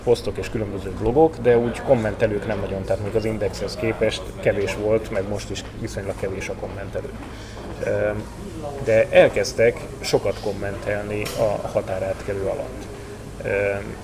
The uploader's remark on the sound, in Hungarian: Kihasználtam a kávéházi találkozót és én is készítettem vele egy felvételt.